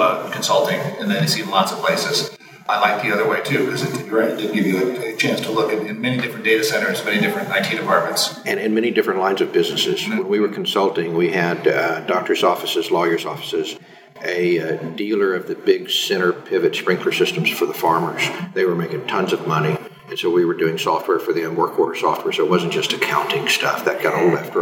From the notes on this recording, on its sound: This interview was recorded in an echoey room with a single mic, so the sound quality is a little rough.